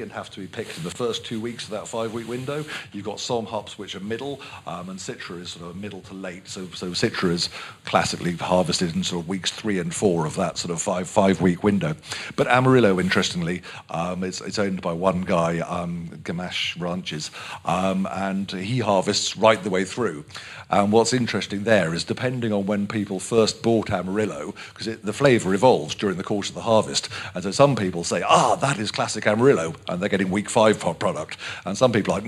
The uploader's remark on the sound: Throughout this month we’ll be bringing you our panel discussions from FyneFest 2022.